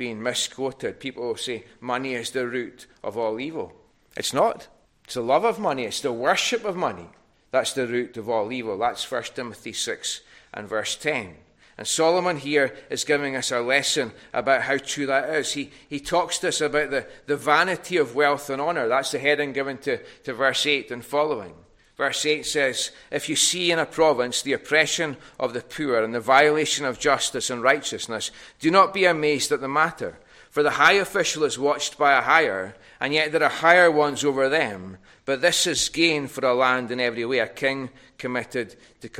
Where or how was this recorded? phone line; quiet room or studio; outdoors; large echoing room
large echoing room